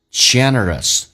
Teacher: Generous enough to rejoice in another'shappiness， Generous 这个单词，慷慨的，大方的。那么首先啊，那个 n 其实是发两次的，因为当你在发音的时候，由于快速，那个 n 前后都要发